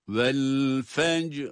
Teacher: Fecr derken cim de kalkale, ra ise duruş halinde kalın okunan bir durumda.